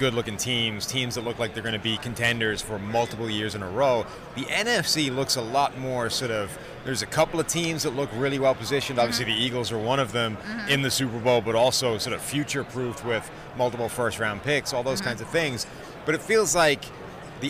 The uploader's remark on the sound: From Radio Row